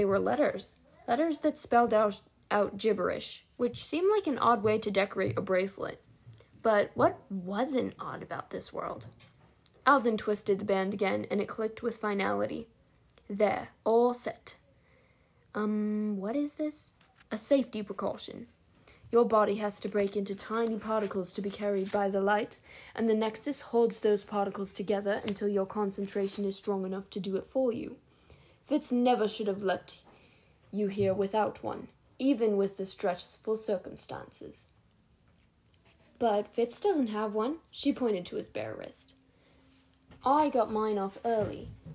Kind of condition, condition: fault, sounds in the background